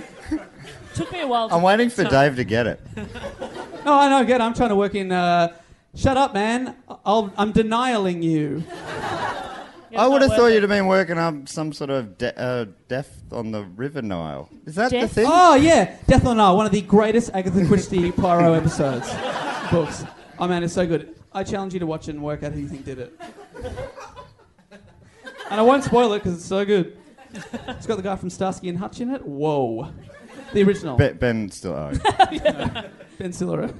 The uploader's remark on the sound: Our final episode recorded live at the Melbourne Comedy Festival.